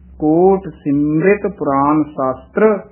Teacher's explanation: ਕੋਟ ਸਿਮ ਕੱਸ ਕੇ ਬੋਲਿਆ ਜਾਏਗਾ ਰਿਤ ਪੋਲਾ